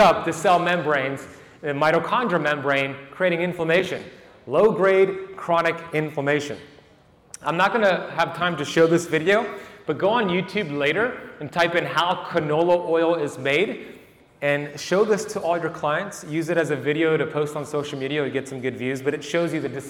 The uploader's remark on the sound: 2023 Hybrid Health Summit Keynote Lecture. The keynote lecture from my appearance at the 2023 Hybrid Health Summit in Miami, FL.